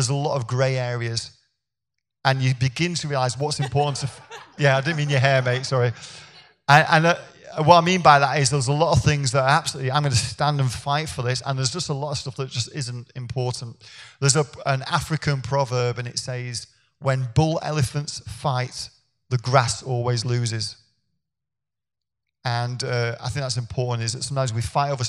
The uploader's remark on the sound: filmed live at one of our Foundational Training conferences